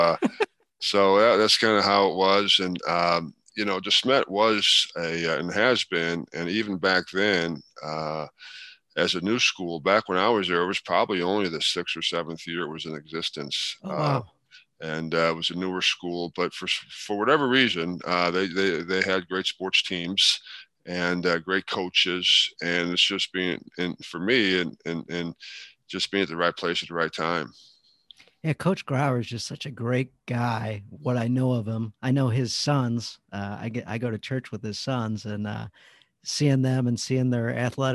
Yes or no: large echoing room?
no